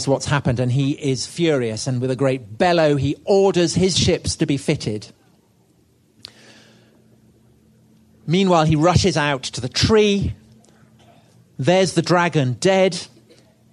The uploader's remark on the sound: This was recorded at the 2016 Chalke Valley history festival and first released on the Chalke Valley History Hit Podcast.